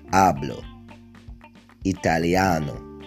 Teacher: So in a word ending on a vowel or in a vowel N or S, the stress or emphasis when pronouncing that word falls on the penultimate or the second to last syllable